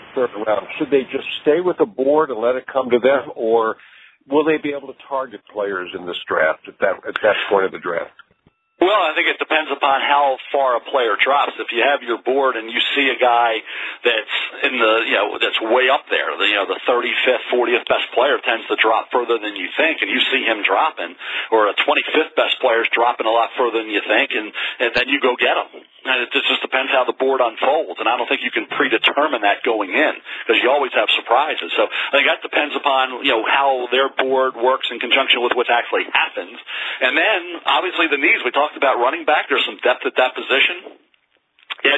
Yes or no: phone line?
yes